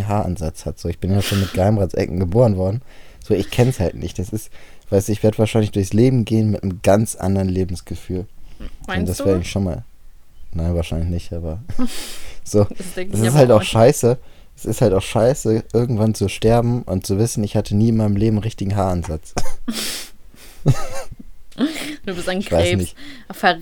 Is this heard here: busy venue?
no